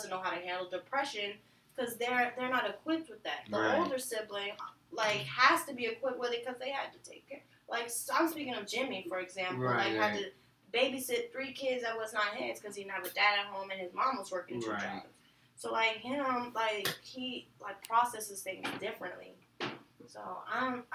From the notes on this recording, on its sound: Plsss don't mind the audio change <3 we are going through a transition and are trying new software out. Please bare with us as we make new adjustments.